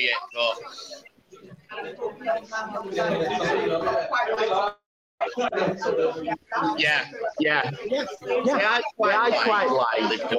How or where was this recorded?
busy venue